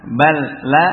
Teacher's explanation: Diidghamkan dengan jelas ini, ya. Ini lamnya hilang sama sekali · Term: idgham mithli